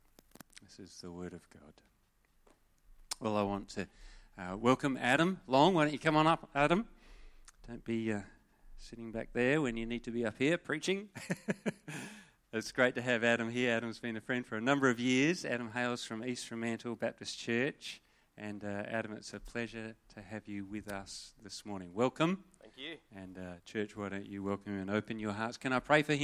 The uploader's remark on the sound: Sermon recorded live from Morley Baptist Church.